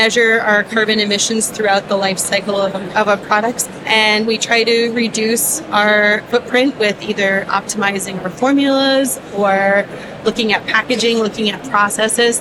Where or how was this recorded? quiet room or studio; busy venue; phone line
busy venue